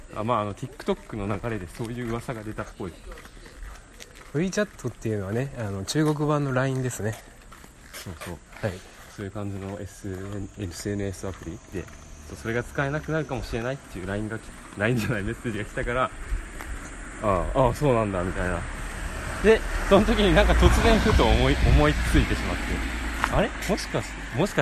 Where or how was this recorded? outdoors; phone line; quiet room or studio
outdoors